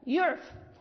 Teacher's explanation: بالهاء، مثلا إن يعفى عن طائفة يعف، نقف لا نقف يعفى، نقف يعف بالفاء ساكنة، يعني على حسب الرسم